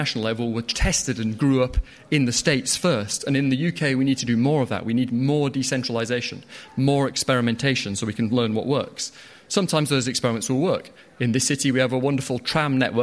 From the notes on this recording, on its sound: This week is a special episode of Free Exchange, recorded live at the Conservative Party Conference in Manchester.